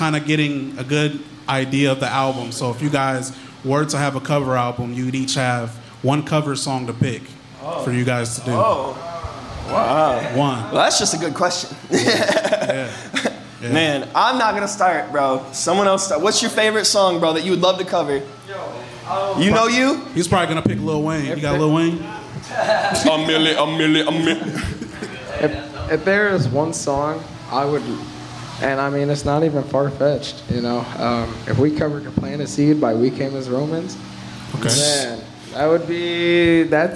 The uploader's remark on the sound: LIVE at Neat Neat Neat Records and Music. Located at 1836 South Calhoun Street in downtown Fort Wayne.